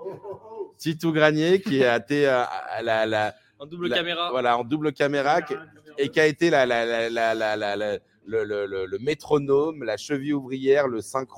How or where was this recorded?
busy venue